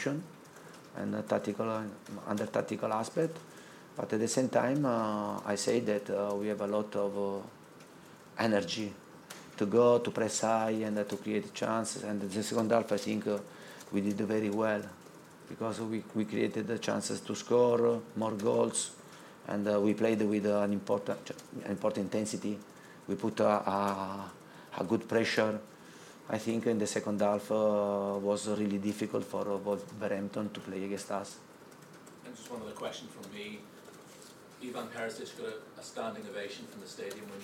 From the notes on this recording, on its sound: POST MATCH PRESS CONFERENCE